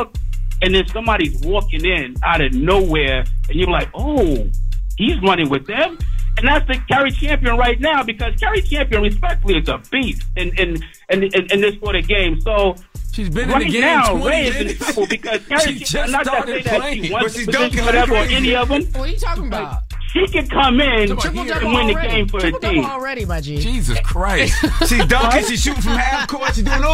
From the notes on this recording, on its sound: Today we are joined by our guest cohost. We open the phone lines.